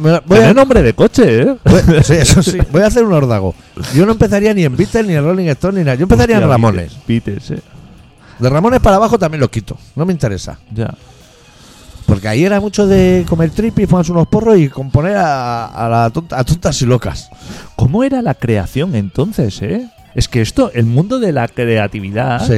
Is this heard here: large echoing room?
no